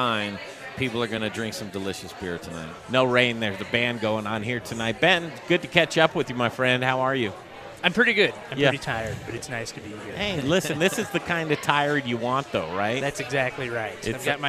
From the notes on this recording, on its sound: Live from Intrepid Sojourner Beer Project for their one year anniversary party!